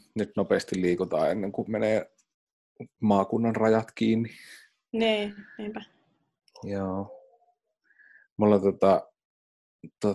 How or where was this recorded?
video call